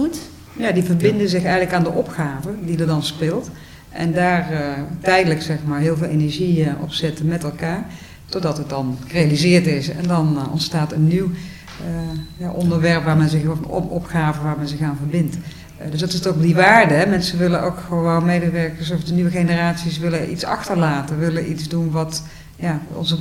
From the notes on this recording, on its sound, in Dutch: welke tijdens World Workplace Europe is opgenomen